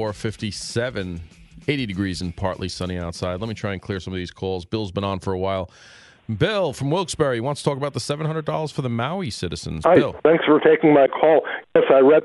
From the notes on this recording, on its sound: calls into "The Rob O'Donnell Show"